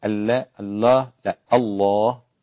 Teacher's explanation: اسم الجلالة الله ما ينفعش ترقق اللام